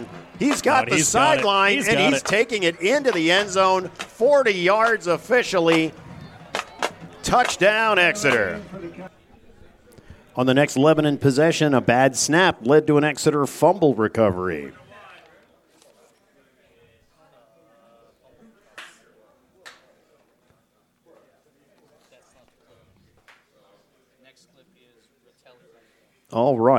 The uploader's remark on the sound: The Exeter Football Roundup LIVE from The New Bertie's Inn